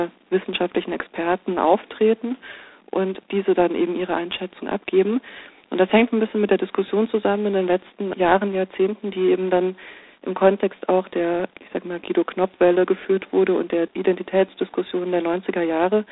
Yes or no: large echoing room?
no